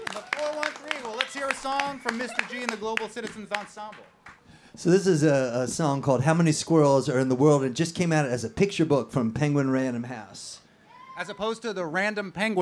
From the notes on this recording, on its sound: We did a whole show live from the stage at the NEPM Asparagus Festival in Hadley!